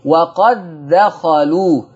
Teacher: دخلت الدال في الدال وقد دخلوا